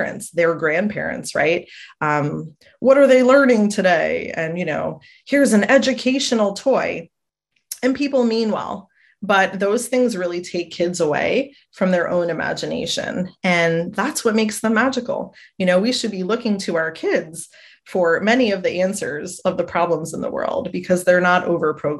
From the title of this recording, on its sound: a Webinar Replay